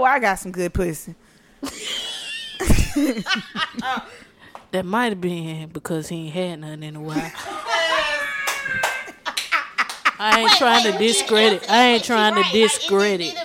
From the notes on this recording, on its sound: an audience of friends and family